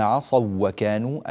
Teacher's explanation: الواو هنا أدغمت في الواو بحيث صار النطق بواو واحدة مشددة · Term: إدغام المتماثلين